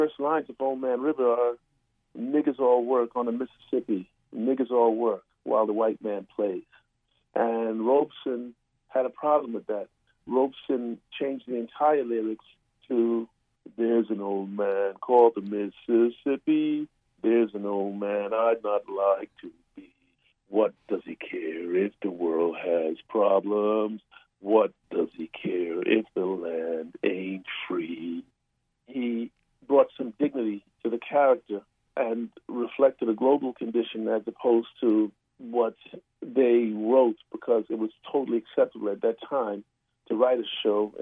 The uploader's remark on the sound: Joins us by phone from L.A.